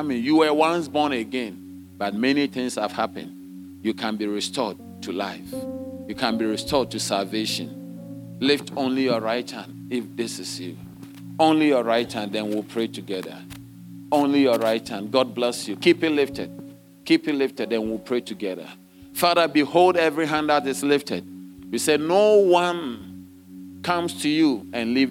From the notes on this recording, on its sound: Sermon delivered on Sunday, December 3, 2023, at Strong Christian Church in Cape Town, South Africa.